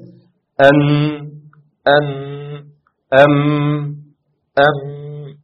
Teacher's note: شوف كده الهواء اللي خارج بالأنف، هي دي الغنة. الغنة بتبقى من مقدار حركتين في النون والميم المشددة.